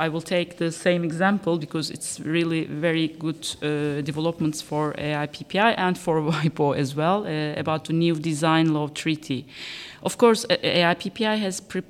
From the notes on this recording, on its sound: Marking the beginning of a special series recorded on the sidelines of the AIPPI World Congress 2023 in Istanbul, Turkey.